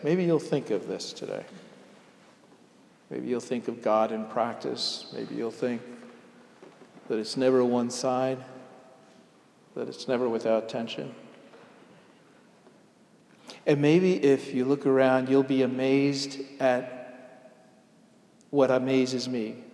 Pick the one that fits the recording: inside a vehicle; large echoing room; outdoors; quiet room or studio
large echoing room